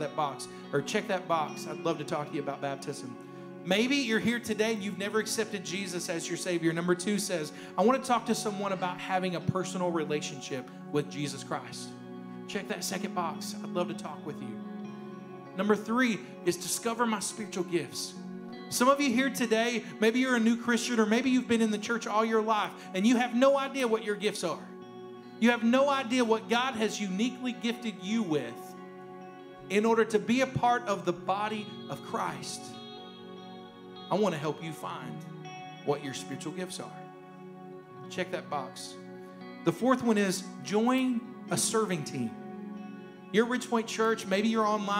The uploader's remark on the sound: a rebroadcast of the message from our service on January 31st